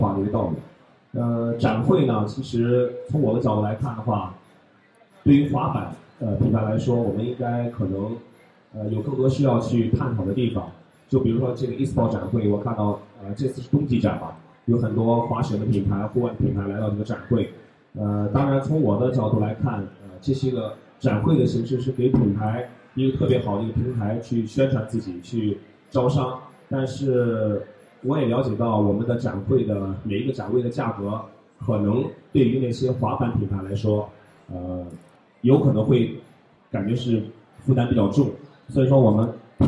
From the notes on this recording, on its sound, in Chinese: ISPO Beijing 2015 现场特别版。全球最大的体育产业行业展会 - ISPO 北京 2015 的现场录制了一期特别节目。